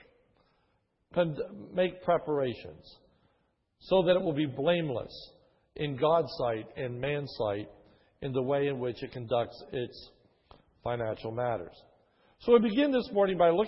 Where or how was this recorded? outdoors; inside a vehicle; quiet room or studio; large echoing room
large echoing room